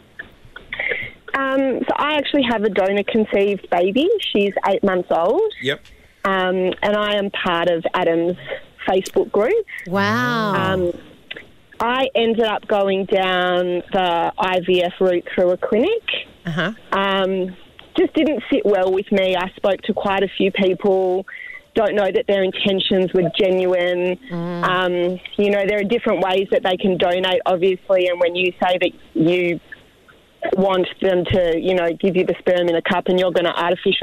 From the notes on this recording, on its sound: We opened the phone lines and got some very strong opinions from our listeners.